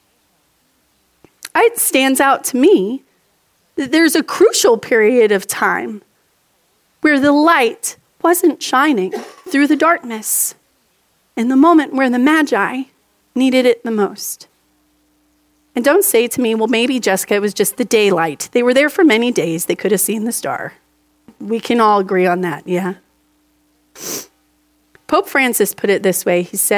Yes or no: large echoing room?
yes